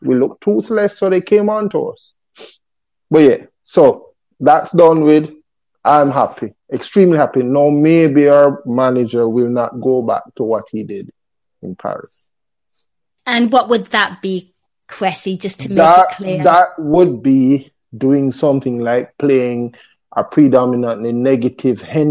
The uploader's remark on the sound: A live show on the Discord. Post Match Call.